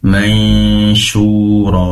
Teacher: mendengung di dua sisi atau dua tempat. Pertama di hidung, yang kedua di makhraj tempat keluarnya huruf syin, yaitu di lisan bagian tengah. Mansyura syu matobi'i dua harokat. · Term: ikhfa hakiki